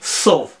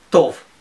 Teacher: некоторые говорят на ашкеназисе и произносят «с», а некоторые говорят по-сефардски и произносят «т»